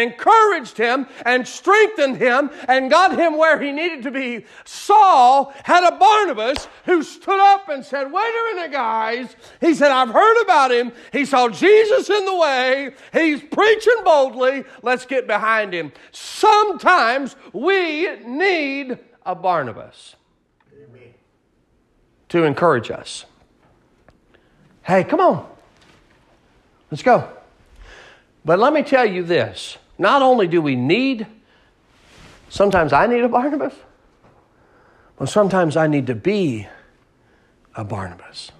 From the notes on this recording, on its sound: Sermon preached at Mid County Baptist Church in Nederland Texas